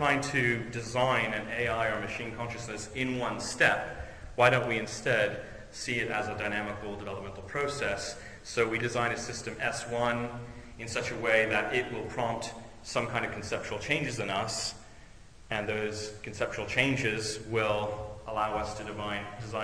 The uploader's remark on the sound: On July 11th, 2007, I gave an invited lecture. I gave an invited lecture as part of a Royal Academy of Engineering seminar entitled: "AI and IT: Where Philosophy and Engineering Meet", itself a part of their Philosophy of Engineering series.